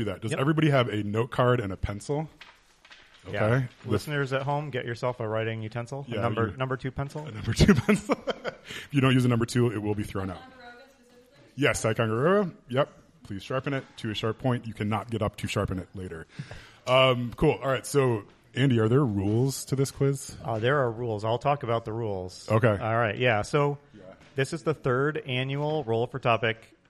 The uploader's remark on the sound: Live at Roll For Topic Con! Our first live episode in front of a studio (con) audience!